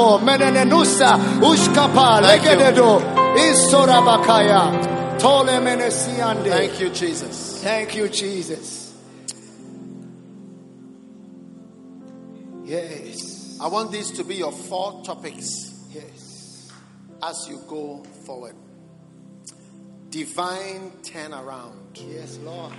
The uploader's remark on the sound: Preached at the Prophetic Encounter Service.